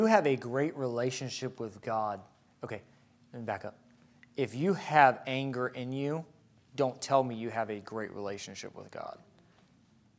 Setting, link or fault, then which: setting, large echoing room